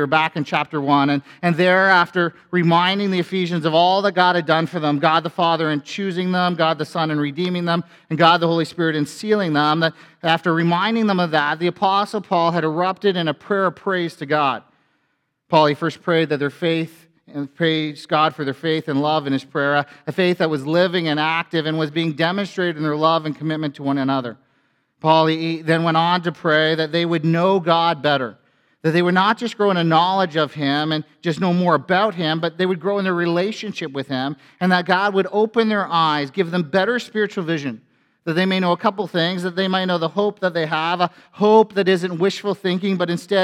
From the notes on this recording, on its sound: A sermon from FBC Church in Cobourg,